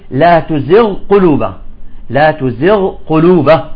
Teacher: يعني الغين هذه يجب أن تظهر، ما تفوت في القاف